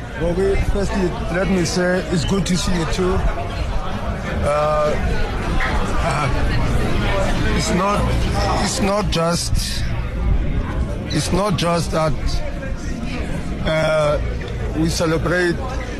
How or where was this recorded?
busy venue